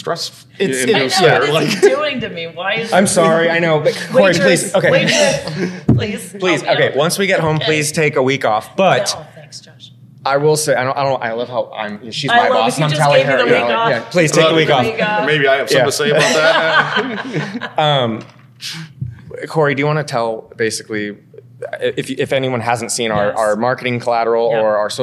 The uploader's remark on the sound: EXCLUSIVE from ONE Summit 2024. Live from the Venetian Hotel in Las Vegas, NV.